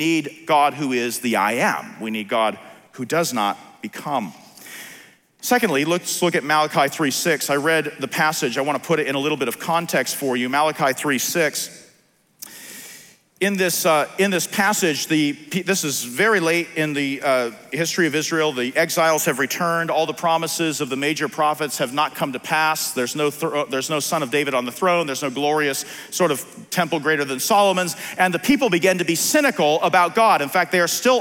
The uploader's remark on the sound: on January 23, 2021 at the Founders “The Only God” national conference in Southwest Florida.